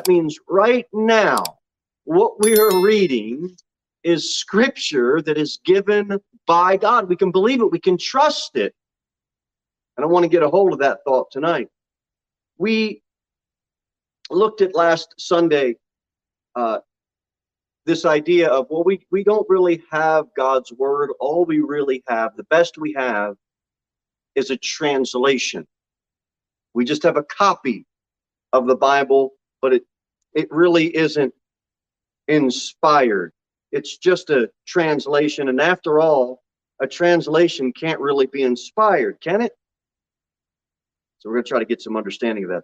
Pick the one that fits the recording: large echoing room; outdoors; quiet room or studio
large echoing room